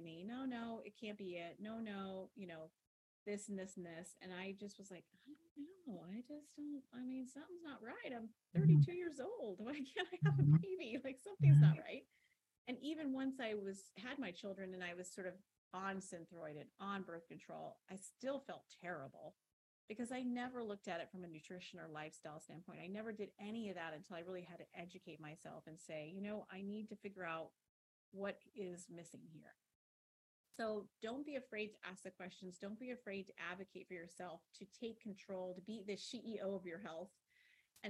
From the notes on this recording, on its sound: Despite our high standard for great recordings, we had some difficulties with the sound on this interview. We have tweaked the dials to get the sound as good as possible.